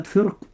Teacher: كلمة فرق يجوز ترقيقها وتفخيمها لأنها ساكنة وقبلها كسرة وبعدها حرف استعلاء مكسور، وتفخم فقط عند الوقوف عليها.